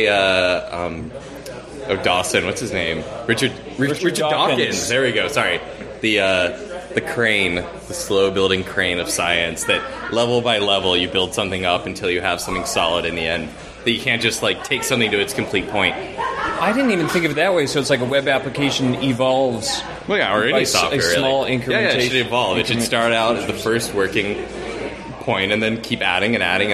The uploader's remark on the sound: From the RubyFringe conference in Toronto.